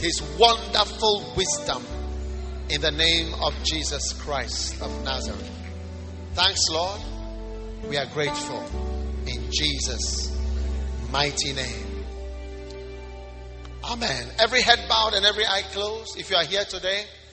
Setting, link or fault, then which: setting, large echoing room